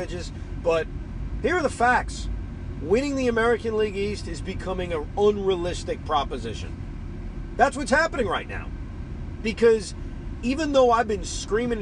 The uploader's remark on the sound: While driving home from Citi Field.